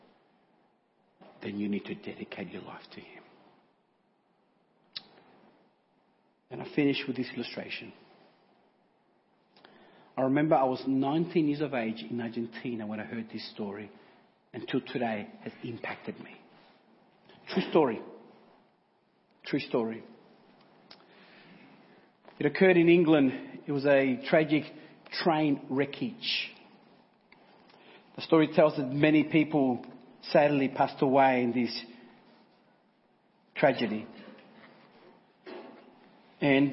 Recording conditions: large echoing room